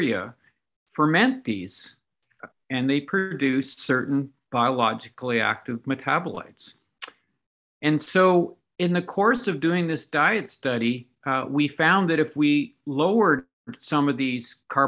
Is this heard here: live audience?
no